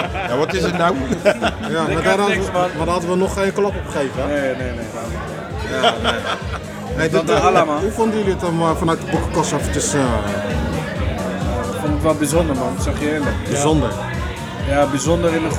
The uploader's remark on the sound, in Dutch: Midden in grand café "In Den Boekenkast" op het stadsplein in Capelle